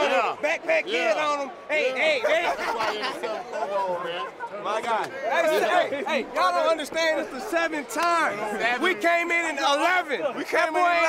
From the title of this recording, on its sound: Best Mic'd Up Sounds of Pro Bowl, 2018